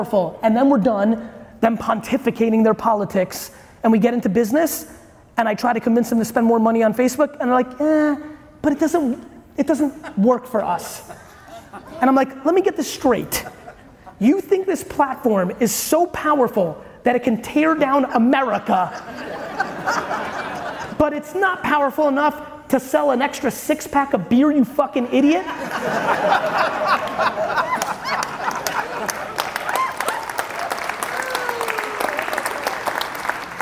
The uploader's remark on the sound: you get a throwback clip today from a keynote